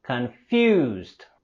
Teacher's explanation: Vamos a subir la voz y entonación en la segunda sílaba de confused. Confused. Fíjate a los sonidos al final de la palabra confused.